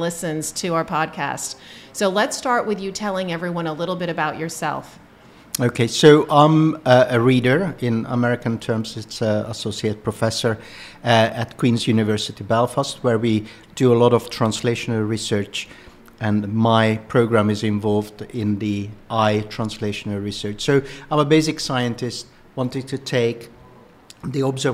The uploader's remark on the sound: Conversations with the Scientists at BON Conference